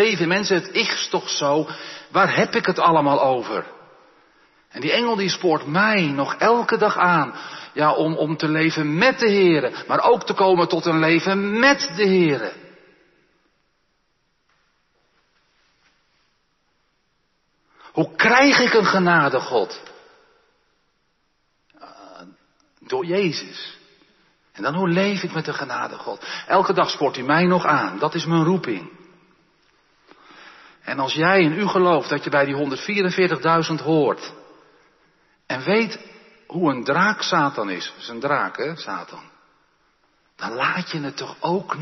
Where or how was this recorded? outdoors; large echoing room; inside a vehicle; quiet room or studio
large echoing room